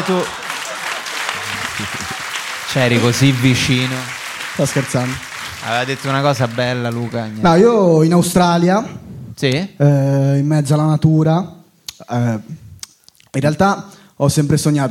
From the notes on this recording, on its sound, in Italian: Live dal teatro Franco Parenti di Milano. Con gli aneddoti variegati del pubblico milanese, tra giovani lavoratori, studenti fuori sede e molto altro.